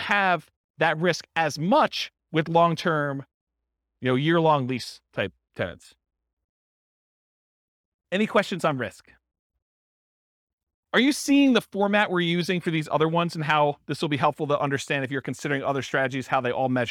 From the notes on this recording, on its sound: This was a live class recorded